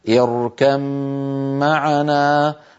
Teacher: يدغم الباء في الميم ويصير النطق بميم المشددة، هكذا اركم معنا، فإذا وقف بين الباء وأظهرها وقلقلها اركب. · Term: الإدغام